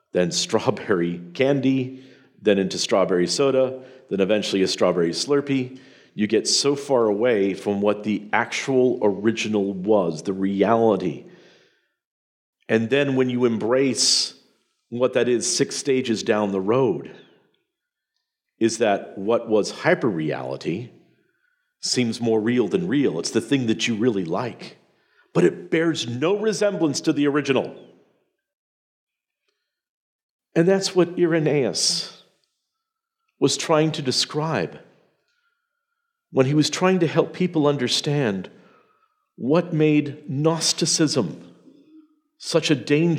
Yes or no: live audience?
yes